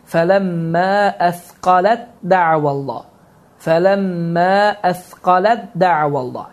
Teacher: tə hərfi oxunmur, çünki idğam əl-mütəcənisin qaydası baş verir.